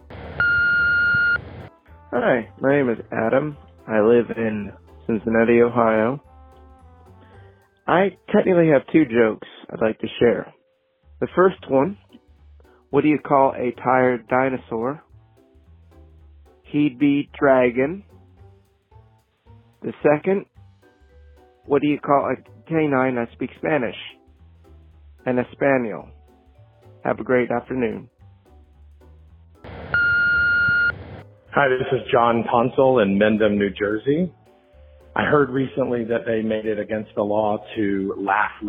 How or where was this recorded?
phone line